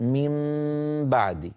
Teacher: أنا أنطق ميم ساكنة بعدها باء، من أين تأتي الفجوة؟ الميم بإطباق الشفتين والباء بإطباق الشفتين · Term: قلب النون